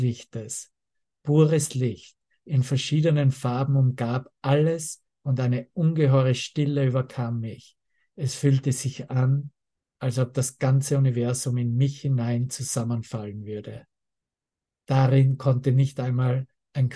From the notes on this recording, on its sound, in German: Zoom-Session. Veranstaltet von der Aleph Akademie.